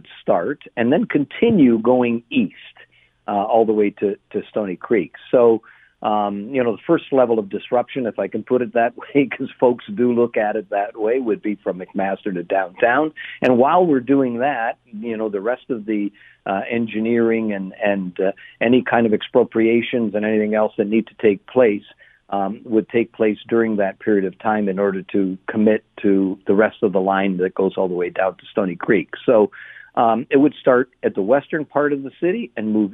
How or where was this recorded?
phone line